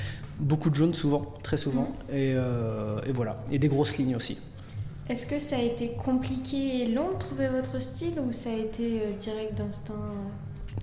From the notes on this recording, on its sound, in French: Depuis le festival RUR! À Nogent.